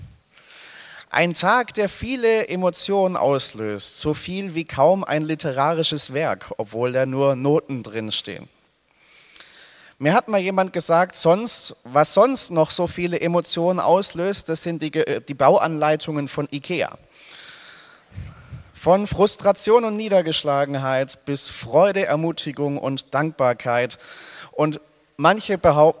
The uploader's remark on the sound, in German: aus dem Gottesdienst der Liebenzeller Mission